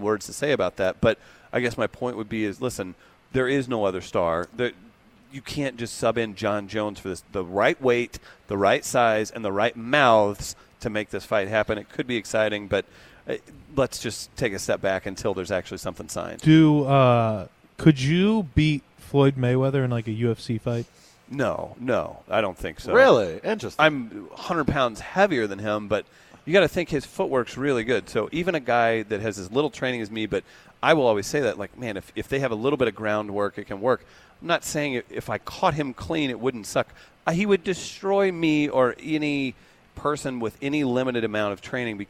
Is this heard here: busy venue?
yes